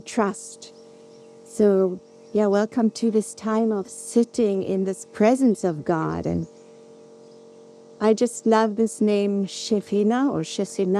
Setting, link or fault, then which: fault, sounds in the background